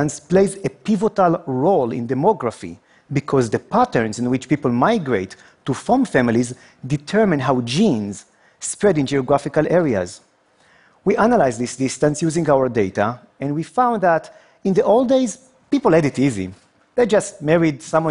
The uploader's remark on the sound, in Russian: Это выступление записано на мероприятии TEDx, независимо организованном местным сообществом с использованием формата конференций TED.